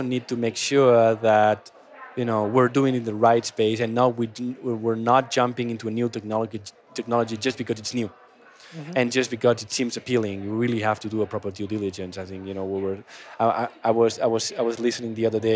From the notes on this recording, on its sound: Recorded at World Retail Congress 2022.